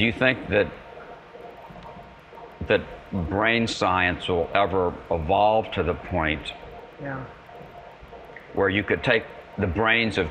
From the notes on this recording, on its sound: In this podcast, recorded in the rather noisy high bay workshop at MIT.